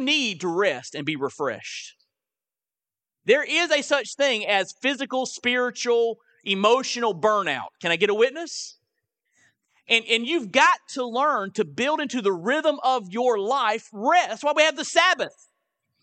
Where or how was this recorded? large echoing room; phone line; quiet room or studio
large echoing room